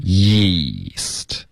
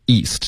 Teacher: 如果后面跟着一个一的元音的时候呢，你的舌头要贴着上颚，然后就有点像摩擦一样，就是贴着上颚往前滑 · Shown in: first take · Term: ye 的音